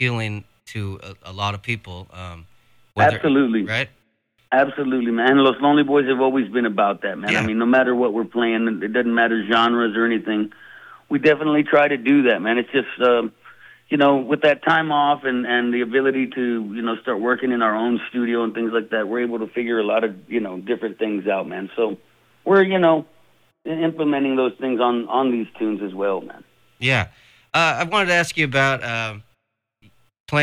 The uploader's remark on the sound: chats on the phone